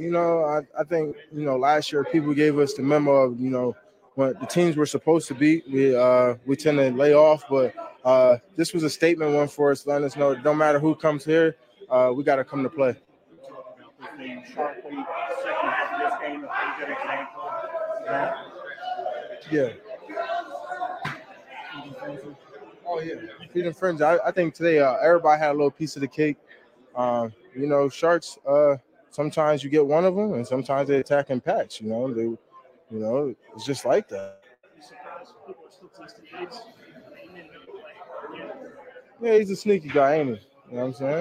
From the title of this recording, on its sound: Live from Winners Smokehouse